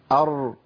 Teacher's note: يبقى الراء ما بيجريش فيها نفس، الراء ما بيجريش فيها نفس ابدا · Term: الجهر